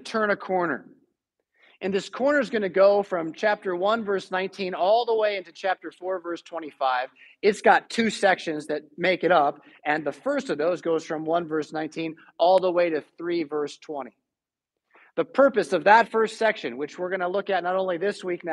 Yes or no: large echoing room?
yes